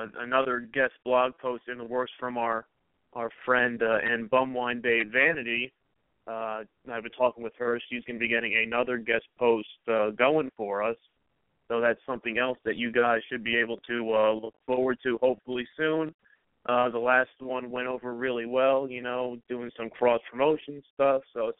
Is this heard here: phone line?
yes